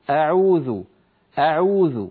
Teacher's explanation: لكن همزة أعوذ لا تطوليها زيادة، يعني لا تقولي أعوذ على طول، أعوذ أعوذ وليس أعوذ.